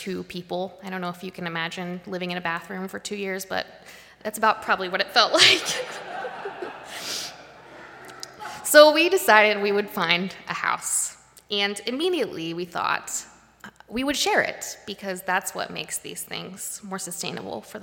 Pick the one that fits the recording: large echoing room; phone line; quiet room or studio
large echoing room